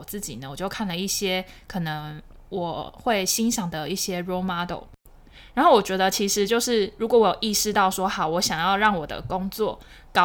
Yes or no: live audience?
no